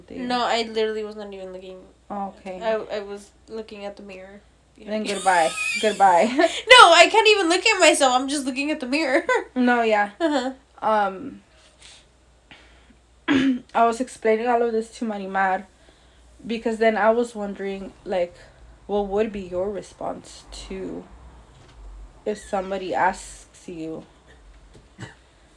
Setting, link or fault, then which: fault, sounds in the background